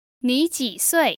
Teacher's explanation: So we have you, followed by a third tone 几 and a fourth tone 岁你几岁? 几 means how many, and 岁 means years of age.